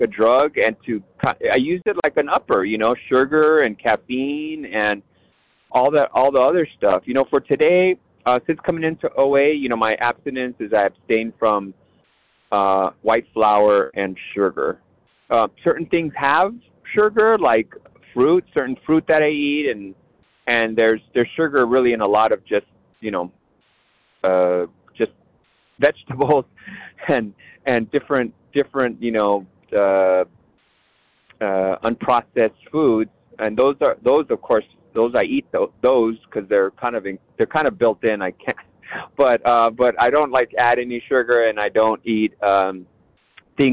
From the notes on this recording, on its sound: 100 Pounders Phone Meeting